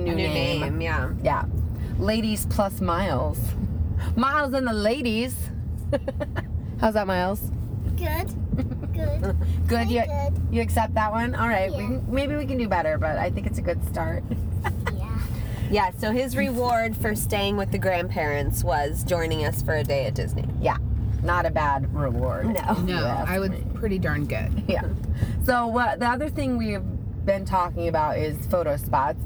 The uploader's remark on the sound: LITERALLY in the car heading to Disney World.